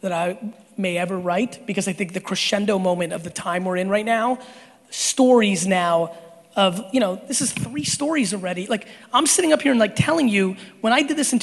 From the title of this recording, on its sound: A Keynote at IMG EXPO 2018 in New Orleans